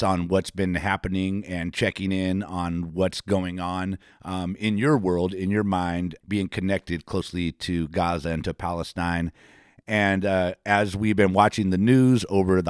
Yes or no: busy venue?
no